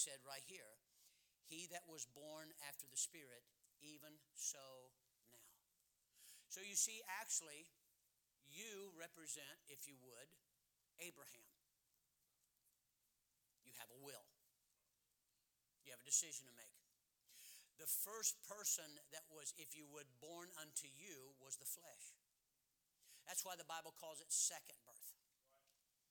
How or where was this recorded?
large echoing room